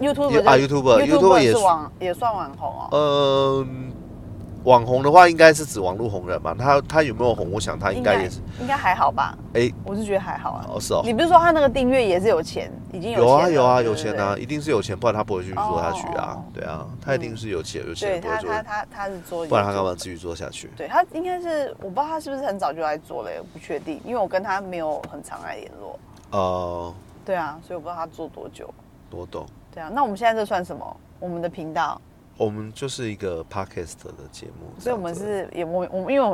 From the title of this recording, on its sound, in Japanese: ドライブトーク！(開車聊天)